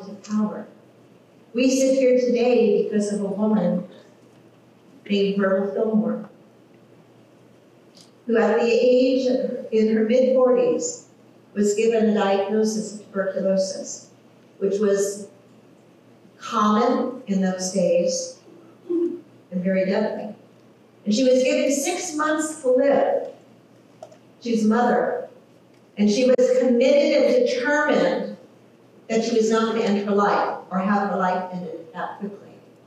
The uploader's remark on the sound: Technical issues with audio.